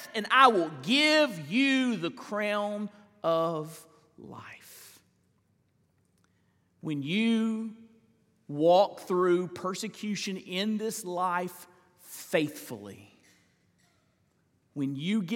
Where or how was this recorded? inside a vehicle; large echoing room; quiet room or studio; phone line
large echoing room